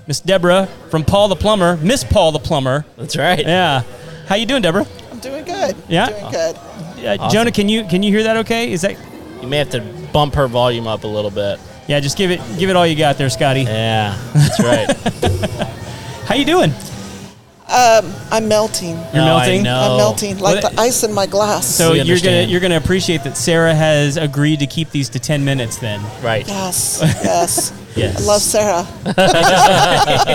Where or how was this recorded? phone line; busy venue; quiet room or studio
busy venue